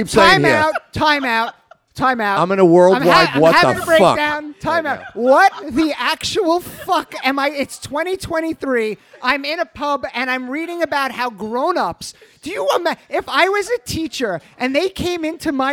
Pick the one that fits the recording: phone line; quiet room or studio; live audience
live audience